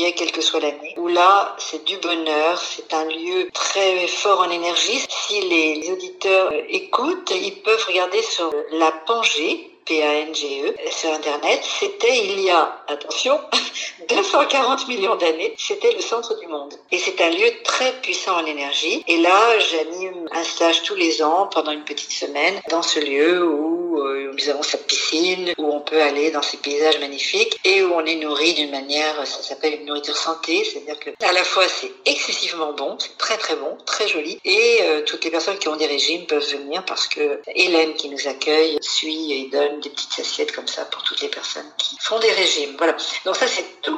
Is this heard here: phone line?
yes